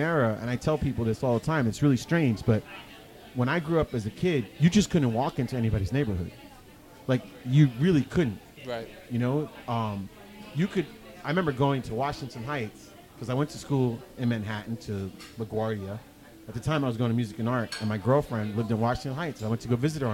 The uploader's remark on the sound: at the KGFC Filmmakers Lounge hosted by Ateaz Organic Coffee & Tea